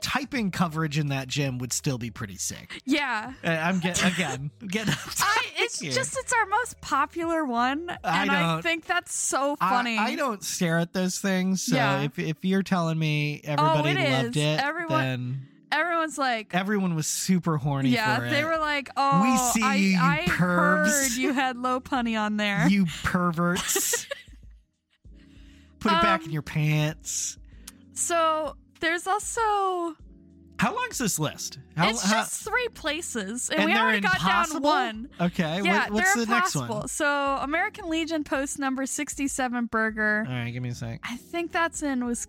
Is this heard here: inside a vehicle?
yes